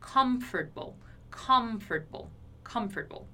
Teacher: Eu tenho um M no meio da palavra antes de uma consoante. Então eu tenho que pronunciar esse M fechando ali os meus lábios